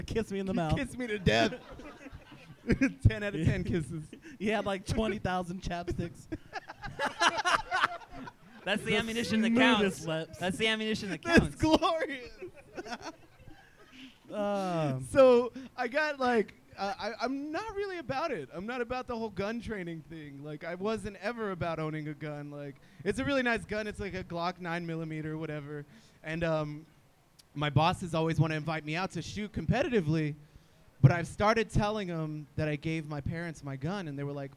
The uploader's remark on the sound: Live from 10 Sports Bar & Grill. In the third live episode.